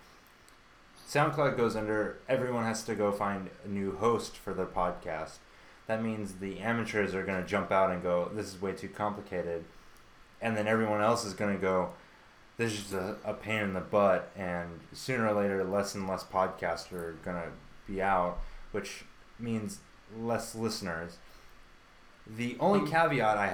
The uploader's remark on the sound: We need to find a new place to host our podcast. This week is a little rough with audio quality.